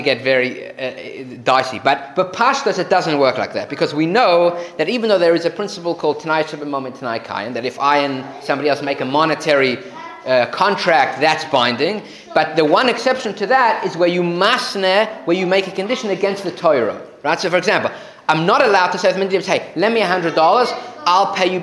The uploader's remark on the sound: Recorded live at The Torah Center ATL on February 11, 2024